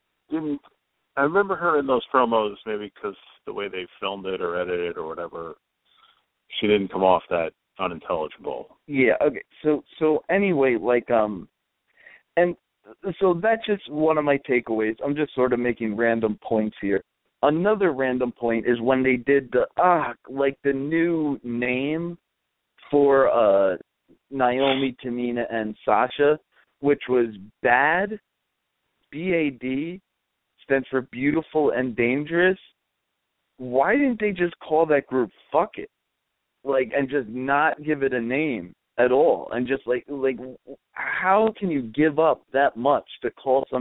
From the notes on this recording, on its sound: We'll be mocking live callers without provocation.